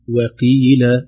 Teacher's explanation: ووقيل تفخم الواو وتزيد القاف عن منزلتها